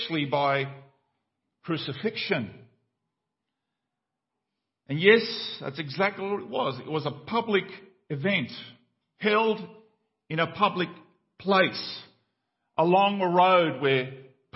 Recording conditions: large echoing room